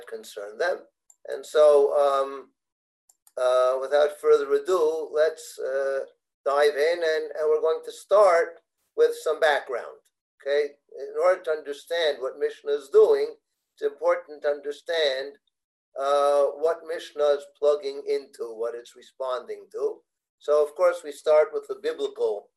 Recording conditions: video call